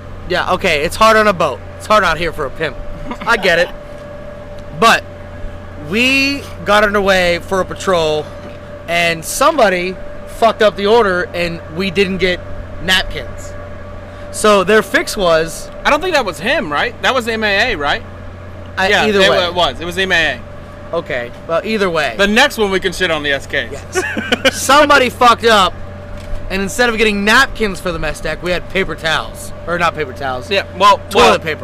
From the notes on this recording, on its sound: Round 2 of recording on Pier Alpha in GTMO.